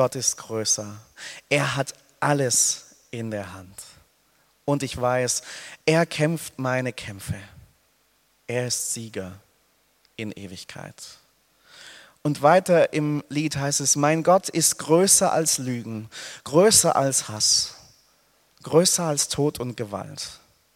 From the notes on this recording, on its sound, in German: aus dem Gottesdienst der Liebenzeller Mission